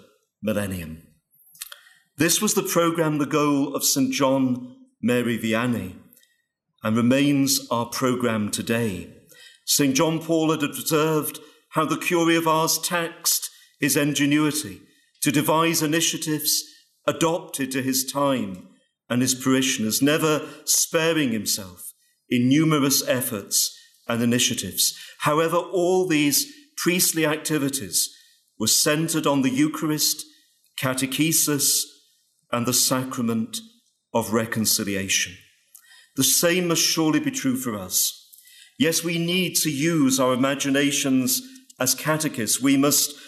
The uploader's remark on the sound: Paul VI Catechetics Lecture at Franciscan University of Steubenville